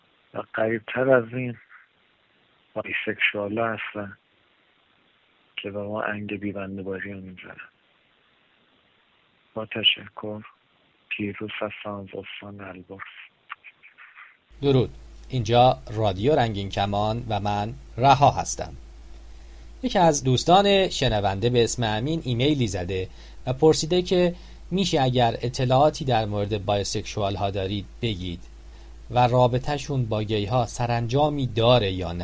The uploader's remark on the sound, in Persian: برنامه این هفته را با یک تماس تلفنی از استان البرز آغاز می کنیم.